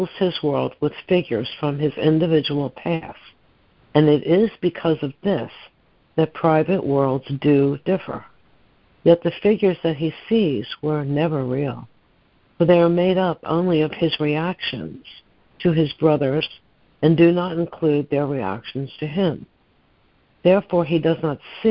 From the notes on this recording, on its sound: ACIM Daily Conference Call.